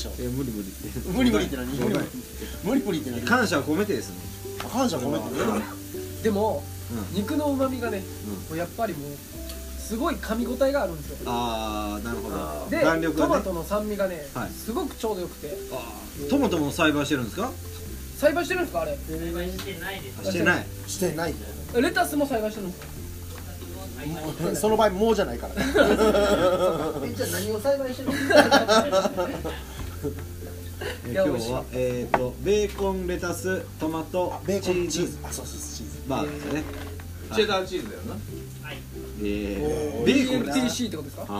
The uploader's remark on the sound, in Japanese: 神戸、SPACE DOG!RECORD(お店)より。